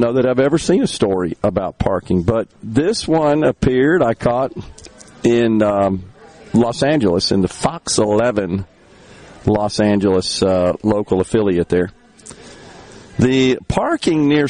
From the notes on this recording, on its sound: MidDays is LIVE from Carter Jewelers on High Street in Jackson